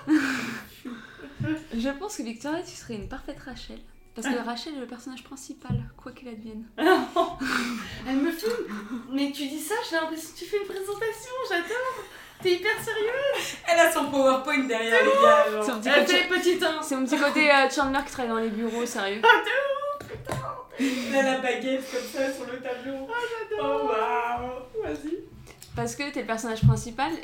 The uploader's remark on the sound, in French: Désolé par avance pour le son, dans quelques épisodes, ça sera mieux !